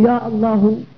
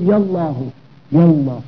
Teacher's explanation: يعني تجعل الهمزة التي في لفظ الجلالة همزة قطع، فتلفظها تنطقها تقول يا الله يا يا لاحظ همزة قطع، همزة قطع تلفظ، تلفظ حتى في وصف الكلام، حتى في درج الكلام بقطع الهمزة أي بنطق الهمزة · Shown in: first take · فتقول يا الله، وبوصفها أي بعدم نطقها تقول يا الله يا الله يا الله.